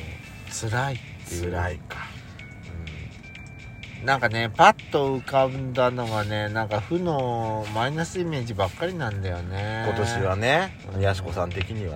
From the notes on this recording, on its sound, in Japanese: パーキング収録